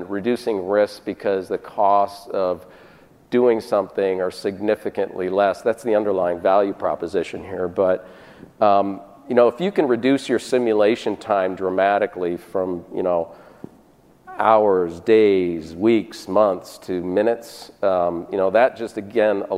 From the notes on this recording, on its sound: This session was presented at the 8th annual DPharm conference in September 2018.